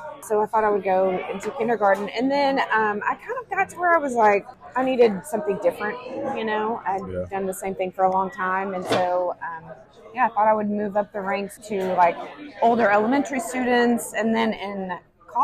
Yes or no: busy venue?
yes